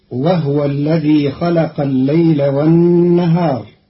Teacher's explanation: قرأ قالون كلمة وهو بإسكان الهاء، فتصير وهو الذي خلق الليل والنهار، والضم والإسكان في لغة العرب.